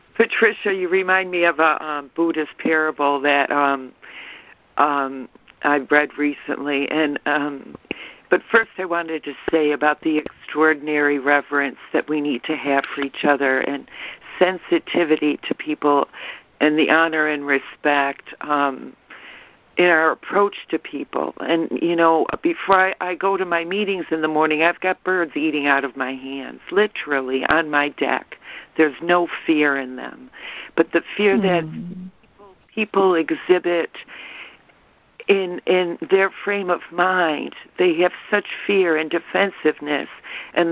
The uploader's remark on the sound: ACIM Daily Conference Call